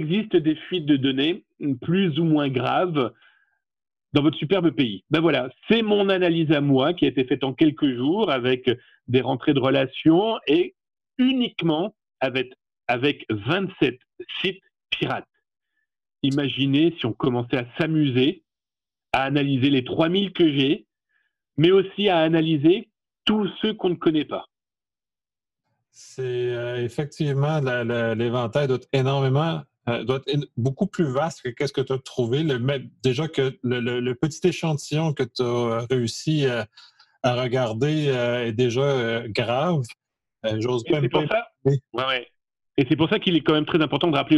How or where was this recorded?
video call